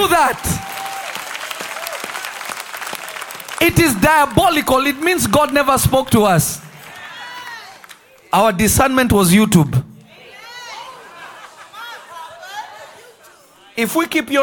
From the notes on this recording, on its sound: This Episode was recorded live at Revelation Church in Simi Valley, CA.